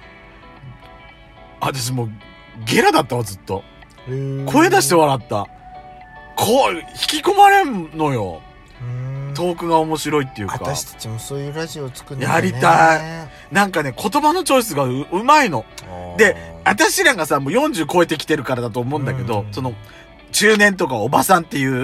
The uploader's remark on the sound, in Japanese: パーキング収録